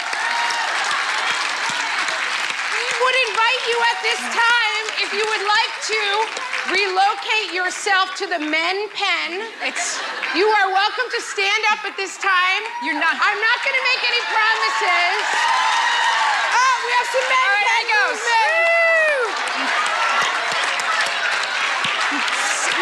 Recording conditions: live audience